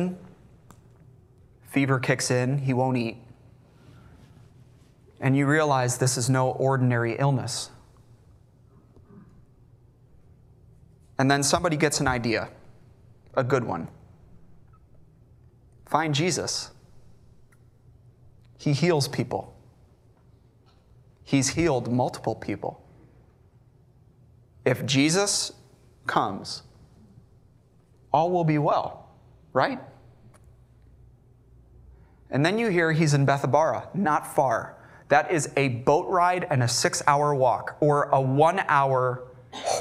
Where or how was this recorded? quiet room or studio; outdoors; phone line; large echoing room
large echoing room